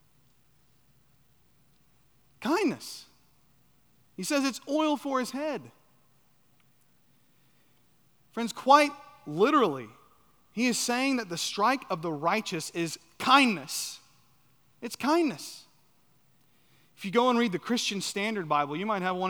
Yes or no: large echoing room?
yes